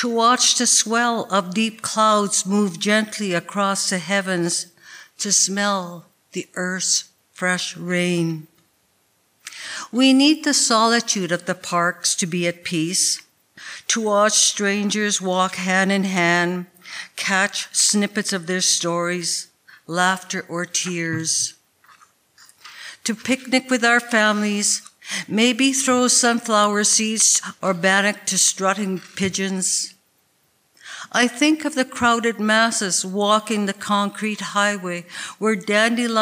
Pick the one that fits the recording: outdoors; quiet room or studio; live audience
live audience